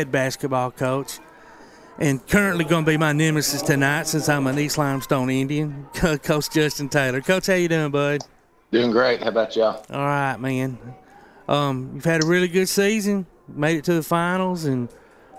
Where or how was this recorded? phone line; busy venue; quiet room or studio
busy venue